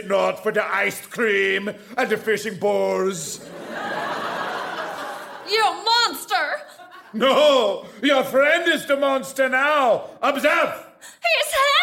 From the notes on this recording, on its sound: Recorded Live 1/8/2011 at Largo, Los Angeles.